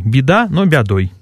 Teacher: В первом предударном слоге после мягких согласных качество гласного зависит от того, какое качество гласного под ударением. Если под ударением находится гласный «а», например, в слове там «беда», «беда», то в первом предударном слоге не может быть гласный «а» под ударением, расподобление, диссимиляции. · Term: диссимилитивное яканье